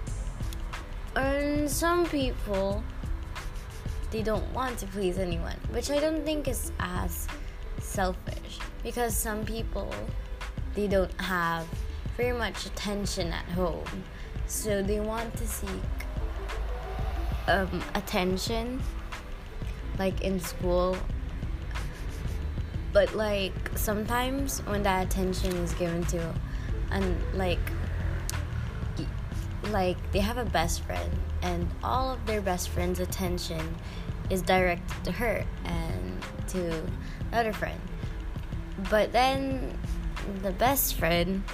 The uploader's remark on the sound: might be a little background noise, sorry